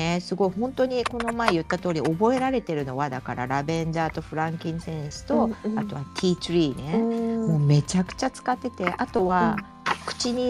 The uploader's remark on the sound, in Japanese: ツイッタースペースからダウンロードした音源です 雑音お聞き苦しい点お許しください